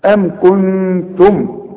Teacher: النون بقى ديت هنغنها لأنها بعدها تاء، والتاء من حروف الإخفاء.